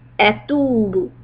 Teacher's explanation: keep the ta long but the ba short